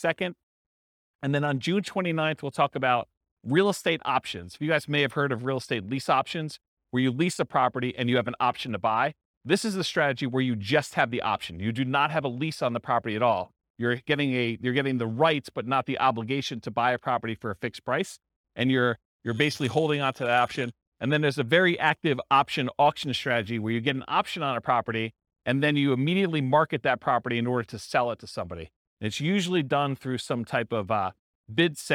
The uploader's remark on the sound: This was a live class recorded